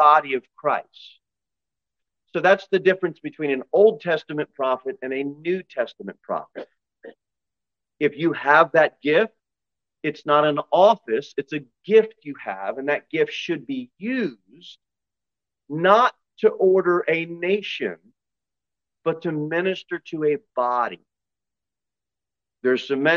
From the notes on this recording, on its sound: Sermon delivered at Pilgrim Baptist Church on Thursday, June 22, 2023, at 6:15 pm.